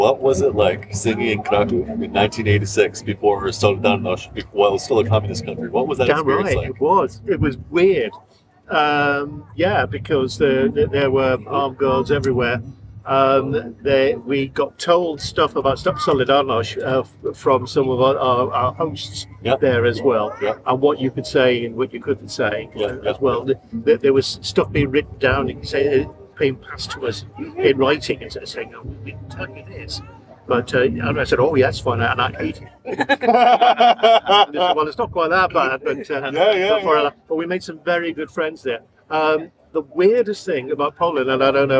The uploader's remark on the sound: Aboard the Pilgrim at the world's largest sea music festival in Paimpol, Brittany for a chat and a sing in between sets.